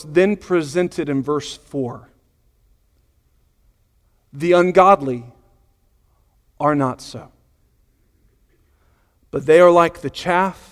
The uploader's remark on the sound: Sunday Morning Sermon Audio